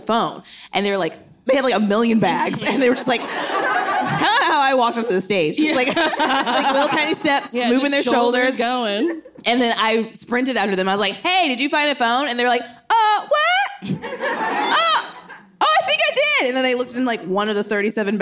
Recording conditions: live audience